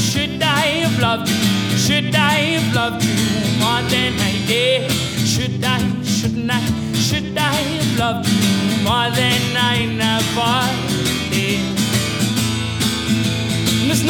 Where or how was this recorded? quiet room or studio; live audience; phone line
live audience